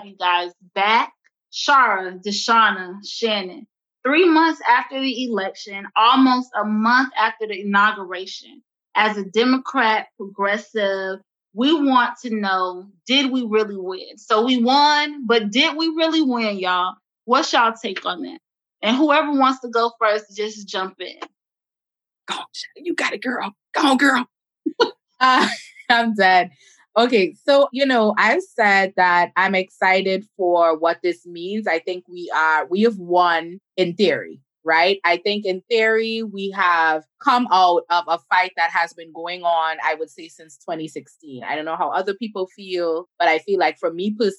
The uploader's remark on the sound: Due to limitations of virtual recording, we understand sound quality may not be at it's best